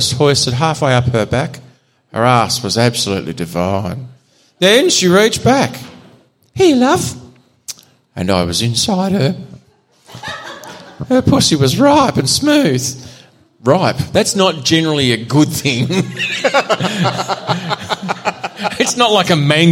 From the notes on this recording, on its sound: We're back for the second half of our 300th live show